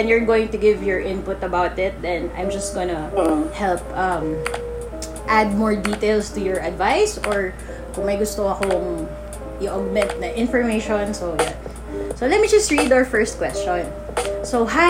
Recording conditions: poor sound quality